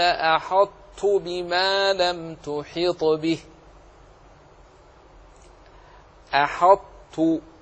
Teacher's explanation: نعم تضغم، ولكن تبقى صفة، يبقى صفة الإطباق. الطاء تنعدم فلا وجود لها، لكن يبقى صفتها وهو صفة الإطباق